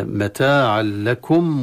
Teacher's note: إدغام التنوين في اللام إدغام تام من غير غنة